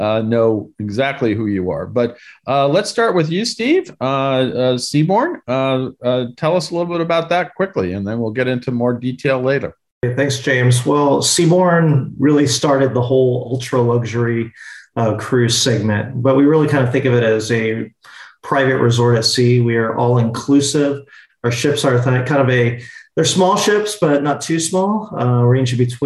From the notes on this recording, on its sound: In this panel from our Virtual Roadshow series.